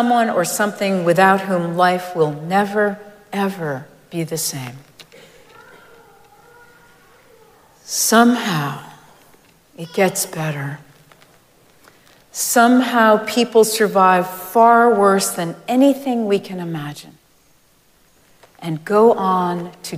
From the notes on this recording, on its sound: Recorded live at Arlington Street Church.